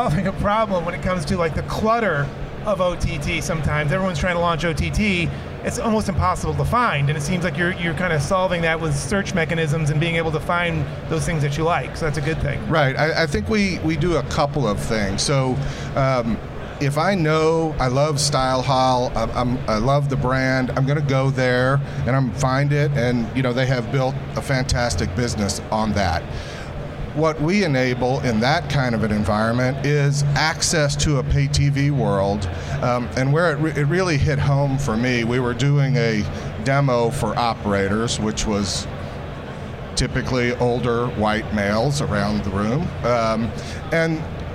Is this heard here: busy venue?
yes